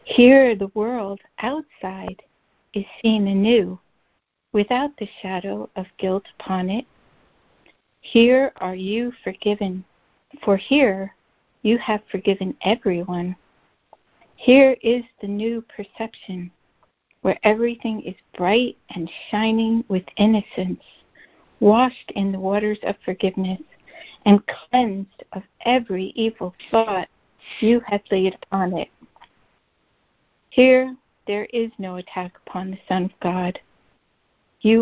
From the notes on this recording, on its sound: ACIM Daily Conference Call